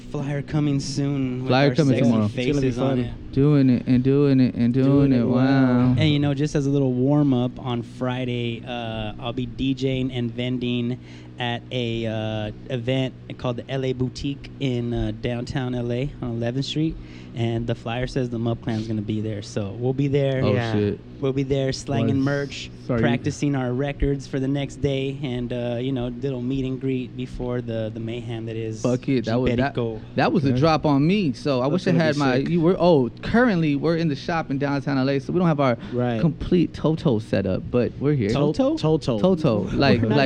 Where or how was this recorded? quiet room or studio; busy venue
busy venue